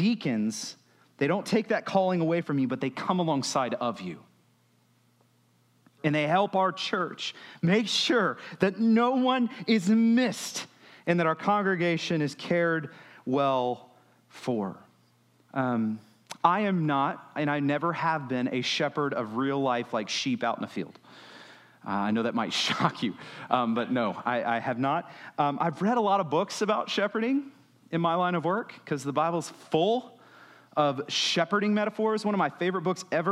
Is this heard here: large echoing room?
yes